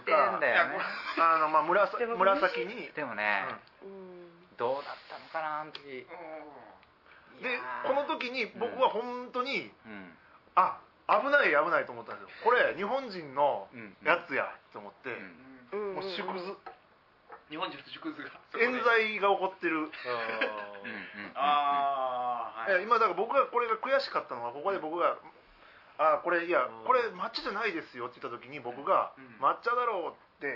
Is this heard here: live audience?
no